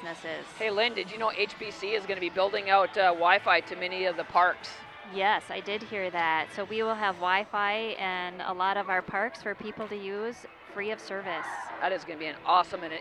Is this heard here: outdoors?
yes